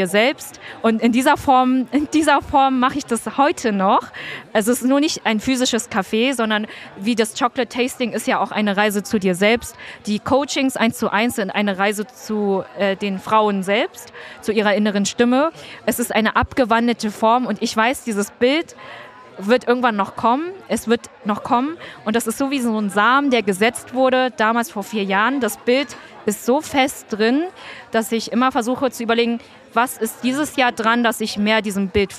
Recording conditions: busy venue